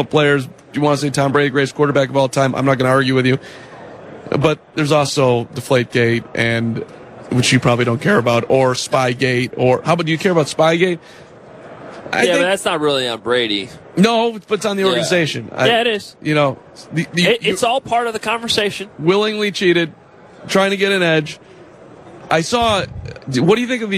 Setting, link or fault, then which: setting, busy venue